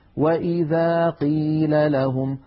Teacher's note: قاف مكسورة سهلة لا شيء فيها من المبالغة ولا شيء من إنقاص الحق